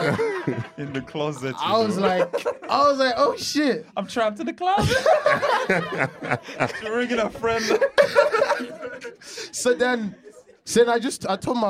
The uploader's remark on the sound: The live show was held at the Podcast Studios here in Dublin. With our live studio audience.